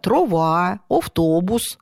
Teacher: В северной зоне распространено оконье, трава, автобус, хотя постепенно проникает и аконье.